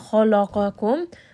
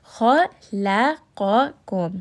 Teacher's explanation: Kha is going to be heavy. Lam is light. And then qaf again is heavy. · Shown in: second take · So make sure we're not making the lam heavy.